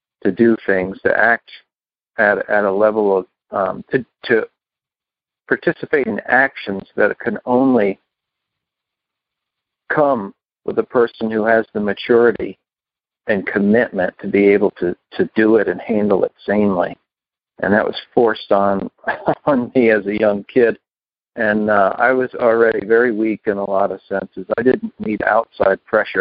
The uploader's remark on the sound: Upstate New York. Noon Phone Speaker Meeting.